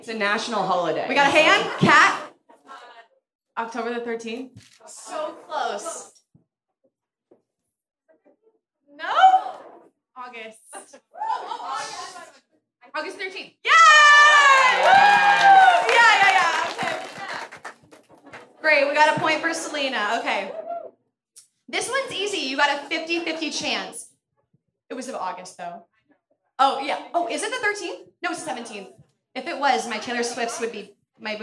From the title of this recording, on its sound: Real Pod LIVE from Hollywood Improv!